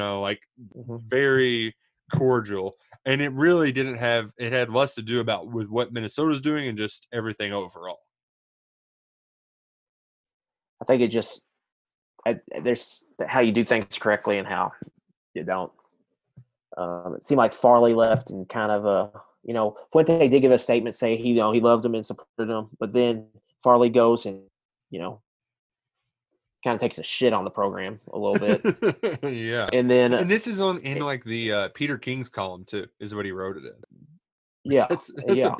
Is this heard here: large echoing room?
no